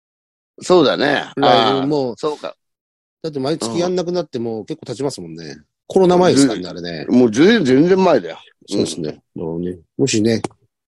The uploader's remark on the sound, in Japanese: ZOOMで収録